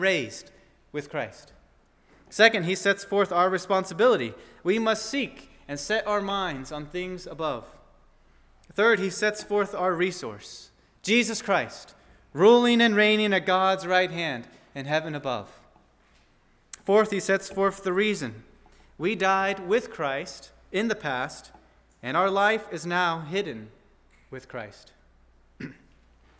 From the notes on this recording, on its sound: at First Baptist Church in Delphi, Indiana